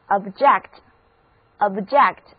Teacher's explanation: O-B-G-E-C-T 这个单词同时也可以做动词，这个时候它的重音在第二个音节